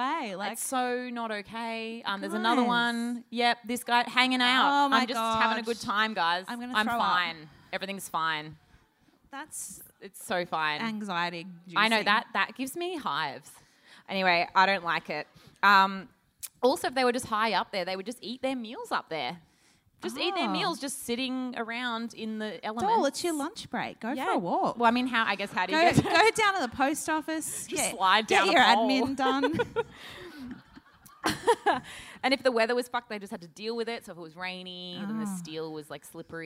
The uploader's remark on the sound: Sydney Live Show. Finally, a venue decides to record. Sydney show at Marrickville's Factory Theatre.